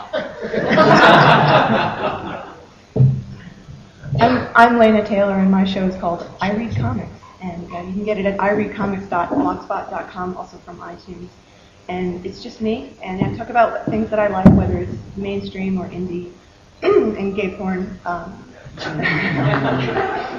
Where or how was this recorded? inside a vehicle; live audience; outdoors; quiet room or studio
live audience